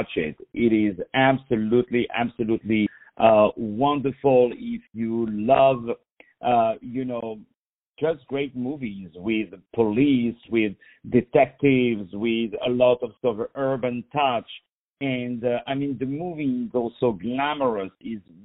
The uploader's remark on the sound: On the phone